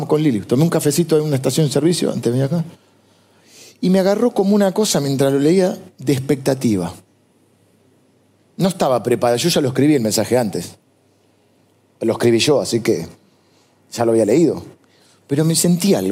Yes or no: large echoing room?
yes